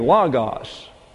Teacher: when it's a short O, an omicron, it gets an A sound in the English, a short A, Logos. And it's accented on the first syllable.